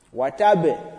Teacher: Because when you read watab, it means you are putting qalqala, but you are not applying the tashdeed